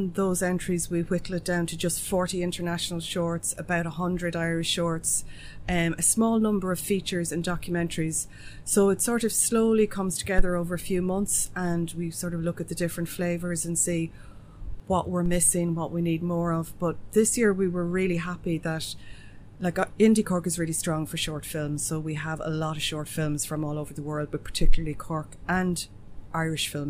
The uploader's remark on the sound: On the Ground at IndieCork Film Festival